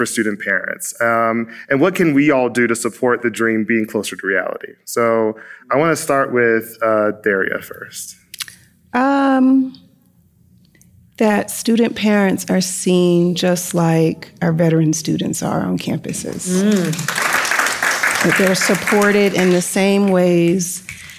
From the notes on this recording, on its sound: Our first live episode recorded at the inaugural Ascend Parent Advisor Convening in Aspen, CO in front of an audience of student parents.